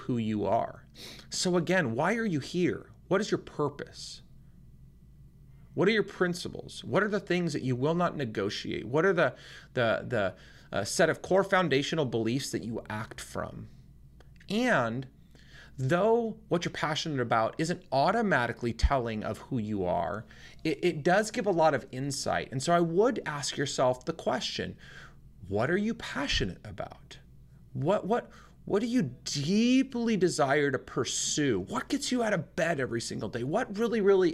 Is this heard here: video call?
no